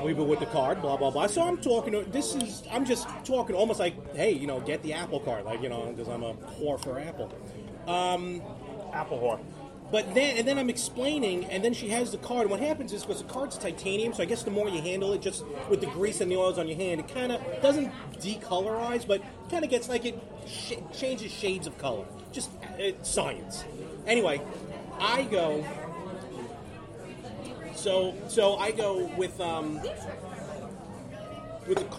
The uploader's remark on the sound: We recorded from Craft Kitchen & Taphouse in Wantaugh for Trivia Night. We did record as the food showed up. The podcast this week was recorded via iRig app on the iPhone.